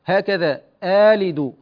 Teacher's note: ورش يبدل الهمزة الثانية ألفا لكن مع القصر، يعني بمقدار 2 حركات